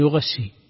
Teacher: بتحريك الغين بالفتح وتشديد الشين